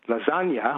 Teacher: We all say lasagna, where the sound on the end is eh. · Term: schwa